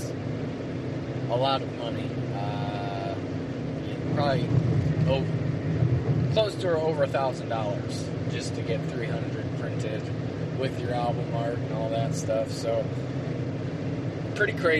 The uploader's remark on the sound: This ones a 2 part-er and both were recorded in the car, so the audio is not great. On the way to a show.